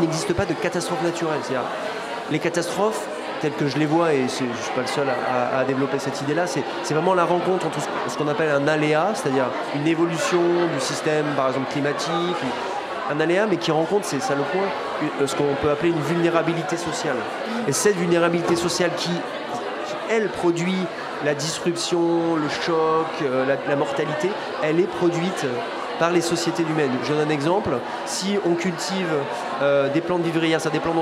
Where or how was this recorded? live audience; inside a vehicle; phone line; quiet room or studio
live audience